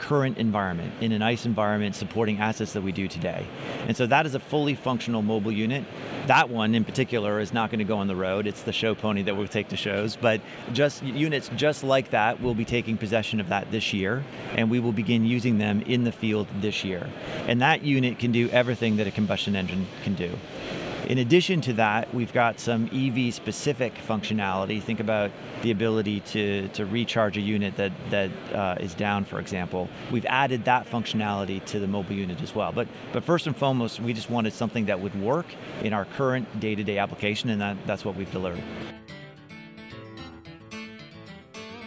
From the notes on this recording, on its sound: on the show floor of the Technology & Maintenance Council's annual meeting